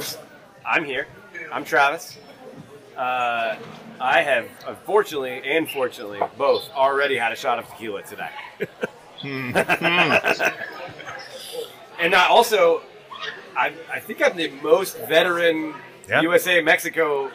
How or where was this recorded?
busy venue